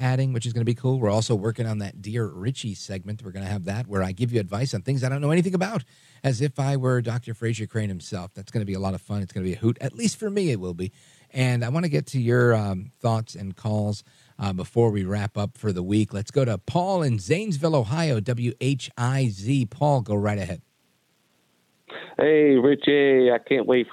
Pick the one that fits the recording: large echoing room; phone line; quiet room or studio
phone line